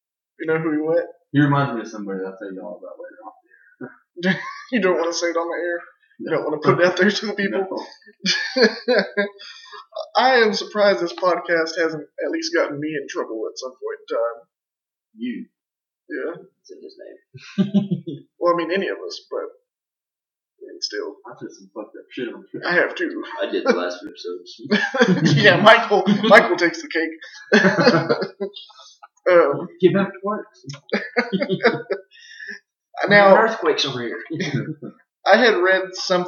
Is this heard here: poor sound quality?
yes